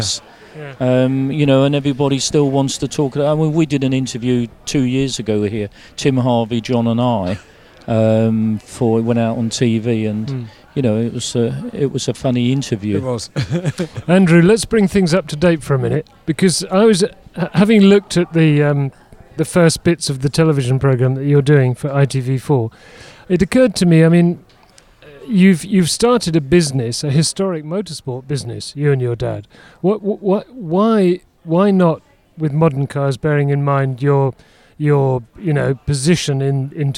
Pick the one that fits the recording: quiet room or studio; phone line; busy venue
busy venue